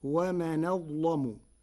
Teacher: قرأ ورش كلمتي ومن أظلم بنقل حركة الهمزة إلى الساكن قبلها وتغليظ اللام فيقولها ومن أظلم، وهي لغة من لغات العرب.